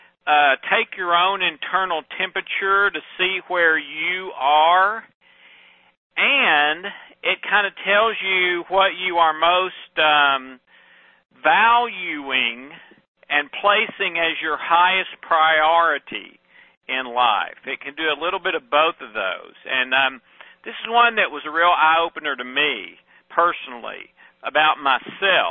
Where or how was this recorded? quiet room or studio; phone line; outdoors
phone line